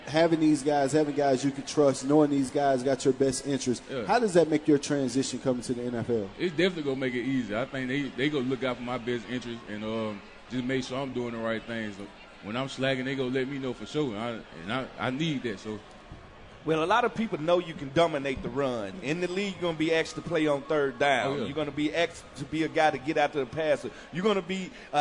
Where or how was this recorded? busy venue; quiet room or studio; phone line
busy venue